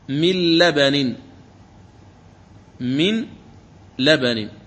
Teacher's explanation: نون ساكنة بعدها لام تدغم النون في اللام، يعني من الميم تقرأ اللام المشددة فتقول مل مل، هذا هو الإدغام، لأن الإدغام إدخال حرف في حرف بحيث يصيران حرفا واحدا مشددا من جنس الثاني. · Term: الإدغام الكامل